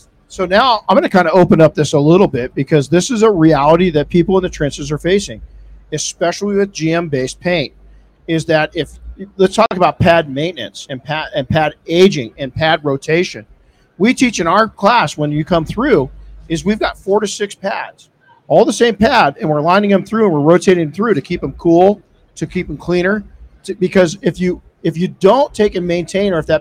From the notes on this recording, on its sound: This episode was recorded live in the P&S Detail Products booth at SEMA 2022.